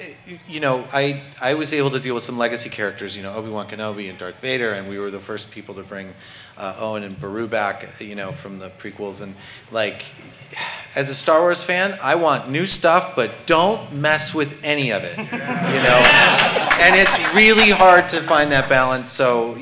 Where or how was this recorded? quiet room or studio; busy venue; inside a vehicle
busy venue